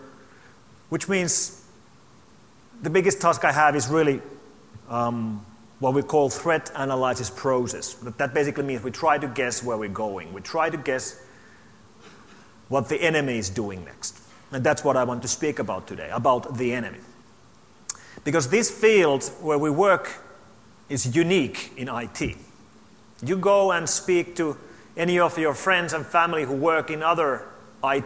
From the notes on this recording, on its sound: opening keynote to the AusCERT 2012 conference